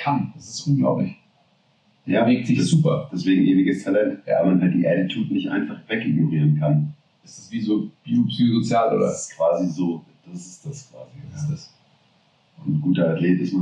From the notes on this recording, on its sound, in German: Verzeiht uns die Audioqualität dieser Folge, wir hatten technische Schwierigkeiten